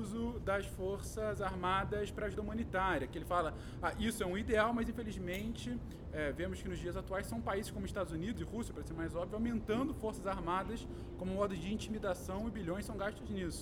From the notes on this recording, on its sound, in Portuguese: Gravamos diretamente da CCXP &#8211; e não editamos quase nada, ou seja, não nos responsabilizamos por conversas paralelas. Gravamos diretamente da CCXP – e não editamos quase nada, ou seja, não nos responsabilizamos por conversas paralelas ou músicas de Pokémon no fundo.